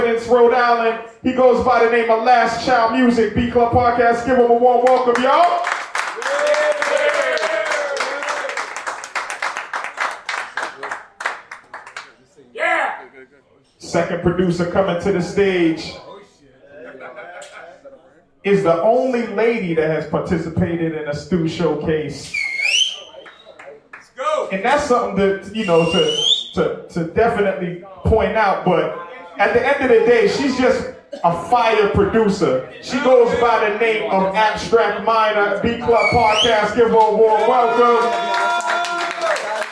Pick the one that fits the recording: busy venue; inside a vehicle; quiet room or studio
busy venue